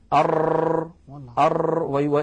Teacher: ارتعاد طرف اللسان حتى يتكرر الحرف المنطوق · Term: التكرير